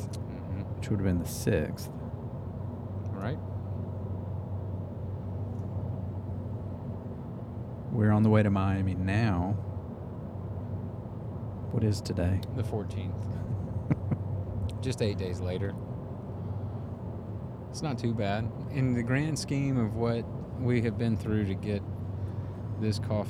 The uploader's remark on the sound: Our intention was for these Down and Back Again episodes to have a bit of structure, but setting up to record in the truck proved to be a little more difficult than anticipated. In this very late night episode, you'll hear pretty much nothing but rambling.